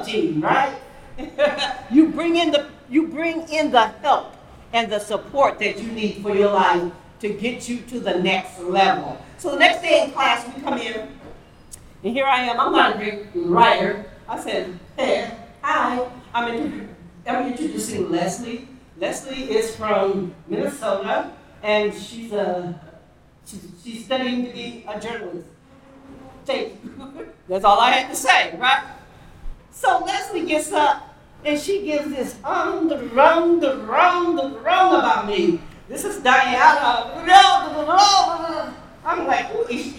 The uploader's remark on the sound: "Live Anniversary Show". The second instalment to our anniversary special, live from Downtown Vancouver.